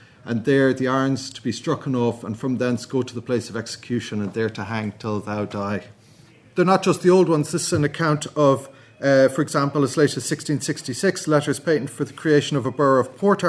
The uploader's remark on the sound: at the 2022 Tudor and Stuart Ireland Conference